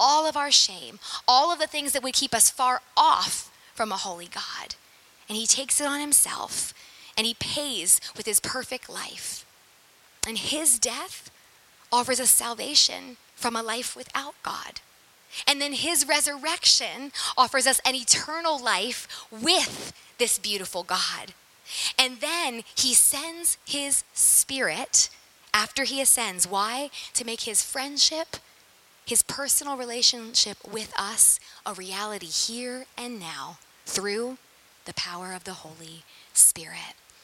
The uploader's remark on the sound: Sermon preached at St Peter the Fisherman, NSB on 19FEB2023.